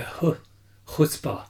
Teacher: It's deeper in the throat. Yeah. And there's a lot more contact of the soft palate. It's really deeper.